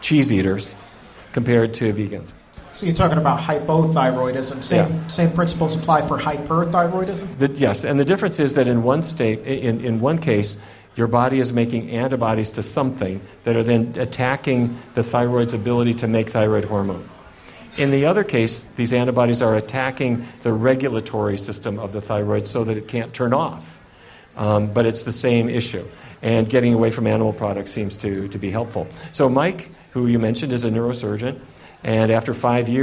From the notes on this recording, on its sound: Live in front of a sold out crowd in Washington, DC.